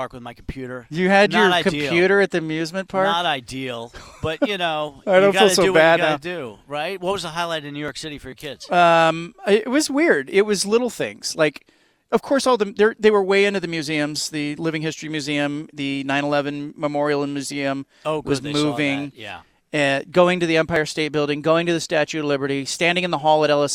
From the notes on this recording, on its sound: recorded a podcast from Pac-12 Media Day in Las Vegas